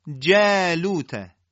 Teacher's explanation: جا الف در اینجا به دلیل استفال و ترقیق حرف جیم حالت ترقیق به خودش میگیره